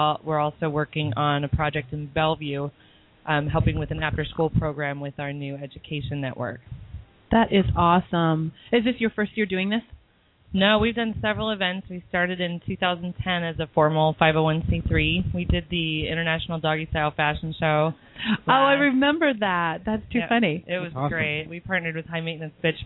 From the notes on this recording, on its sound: calling in from DC